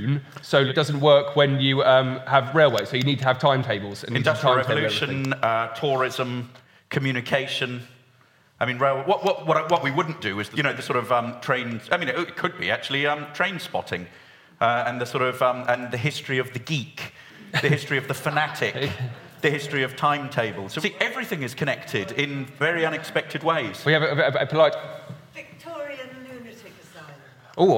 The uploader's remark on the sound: In a special live episode